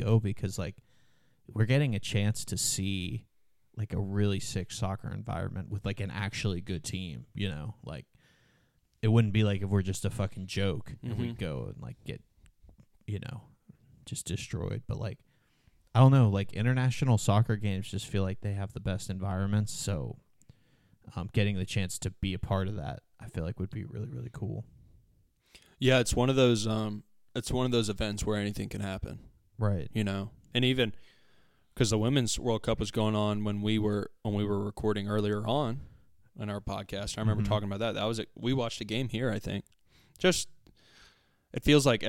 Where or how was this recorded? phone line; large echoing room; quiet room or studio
quiet room or studio